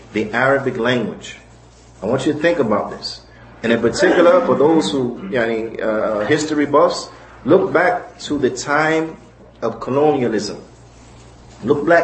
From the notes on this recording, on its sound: Lecture given at Muslim Community Center Of Apopka, Fl